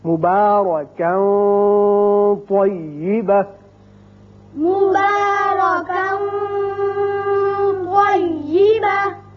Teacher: آواز ناک کے بانسے سے ایک الف کے برابر ٹھہر کر نکلے گی · Term: اخفاء